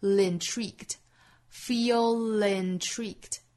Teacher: Feel 和 intrigued 这两个词之间有连读，那当然就是 feel 尾部的舌侧音跟后面去做连读，就是 intrigued, feel intrigued.